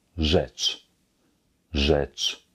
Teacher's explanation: wir haben hier zu Beginn ein RZ, welches wir als J sprechen, gefolgt von einem schönen, klaren, hellen Ä und zu guter Letzt ein Tsch